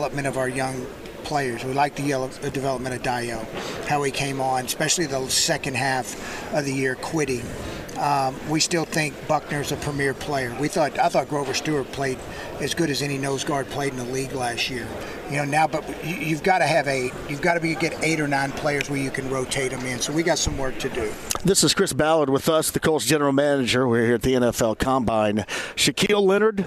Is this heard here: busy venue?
yes